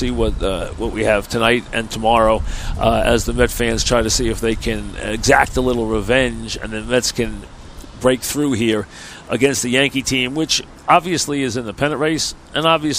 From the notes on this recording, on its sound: Live from Citi Field as the 2017 Subway Series shifts from the Bronx to Queens.